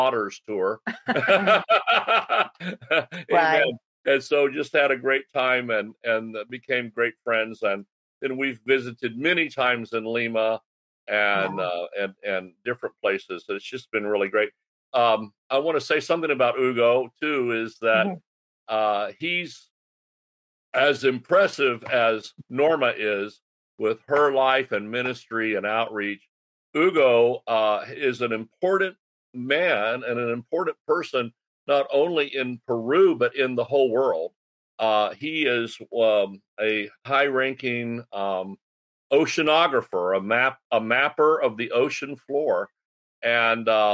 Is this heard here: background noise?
no